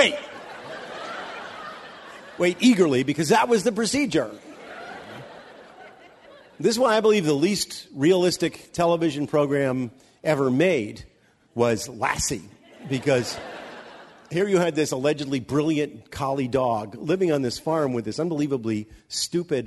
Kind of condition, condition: setting, live audience